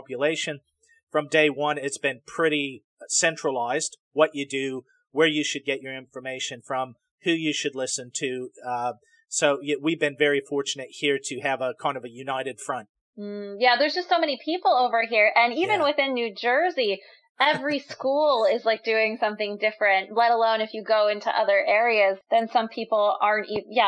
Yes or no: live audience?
no